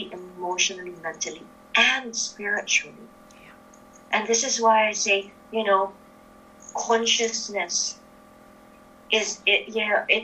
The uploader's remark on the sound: A lot of interesting perspectives show up in this conversation which was recorded online.